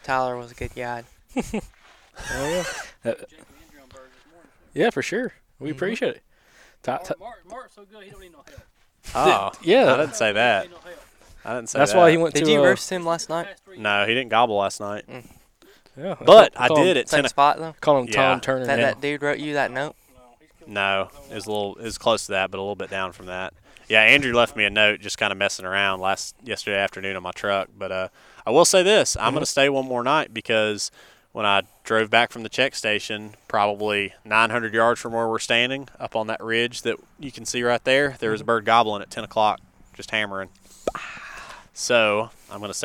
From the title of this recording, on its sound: Live from Turkey Camp